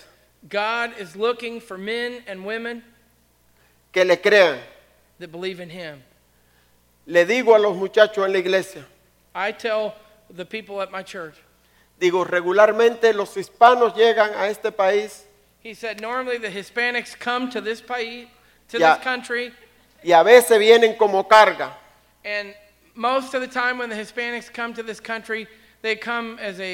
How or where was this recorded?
large echoing room